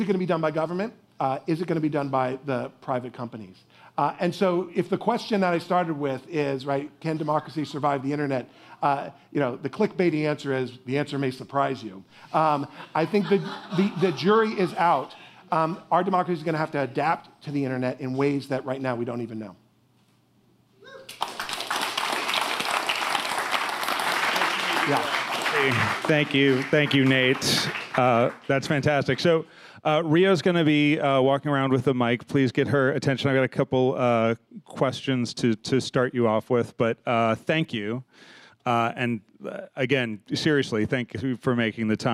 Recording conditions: busy venue